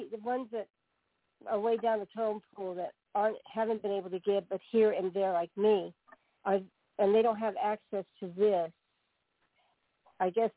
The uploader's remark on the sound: Conference Call